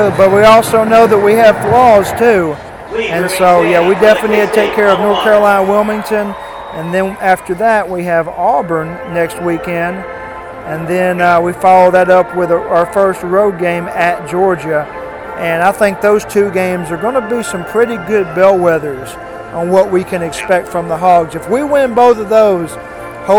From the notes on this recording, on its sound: The Home Field Advantage Podcast hits the road for their annual road trip. Live from Camping World Stadium.